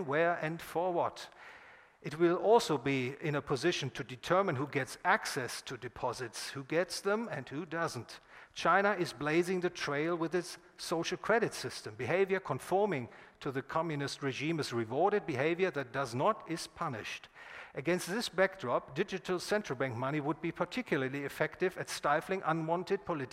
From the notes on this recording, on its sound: recorded at the Property and Freedom Society in Bodrum, Turkey, 16 – 21 September 2021